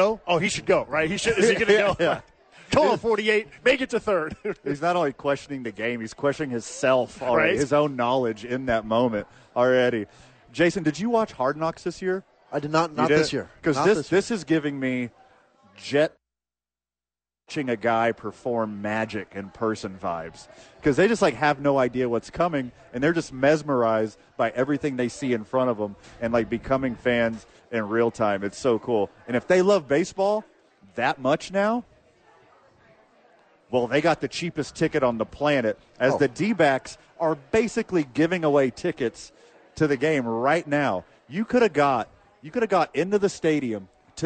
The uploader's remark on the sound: Live from Sadies!